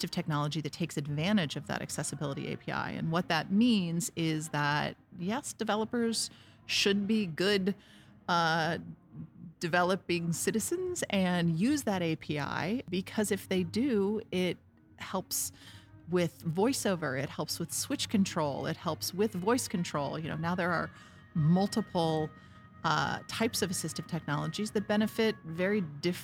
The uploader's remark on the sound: Recorded directly on the show floor of Apple's annual World Wide Developers Conference (WWDC).